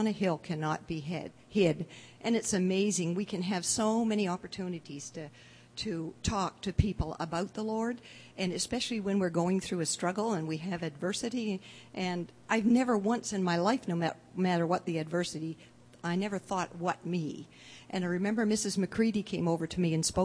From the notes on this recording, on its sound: delivered at The People’s Church of Somerville, NB on the evening of January 18, 2015